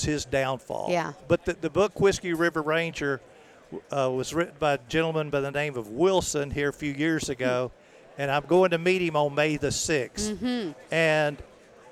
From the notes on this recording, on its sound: recorded at the NRA Show